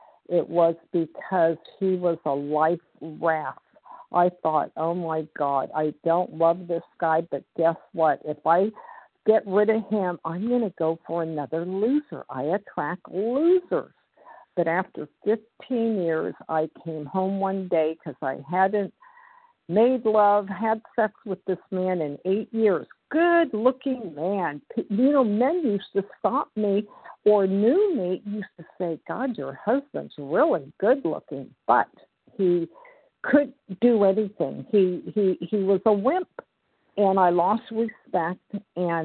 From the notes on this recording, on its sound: 100 Pounders Phone Meeting.